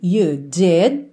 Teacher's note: Você não ouve esse último D